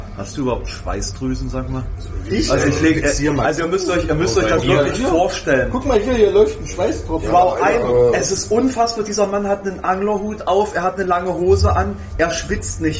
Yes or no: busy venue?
yes